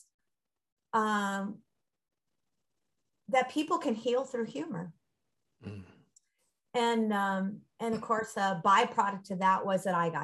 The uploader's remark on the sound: Recorded 10.13.2021 from Raleigh, NC & Charlotte, NC on Zoom.